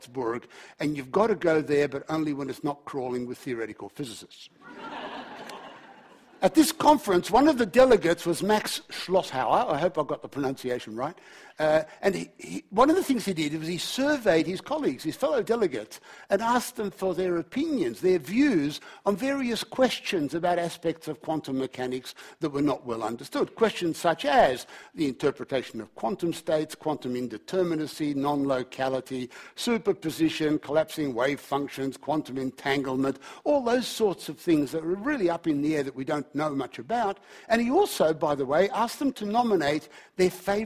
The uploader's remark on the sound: A Sydney Ideas and Department of Philosophy event. As part of Sydney Science Festival for National Science Week.